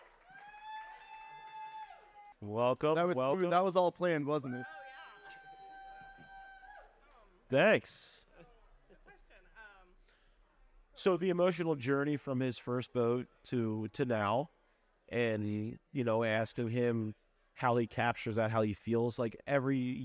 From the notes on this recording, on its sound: Recorded live from Bar City on Rock Boat XXIII.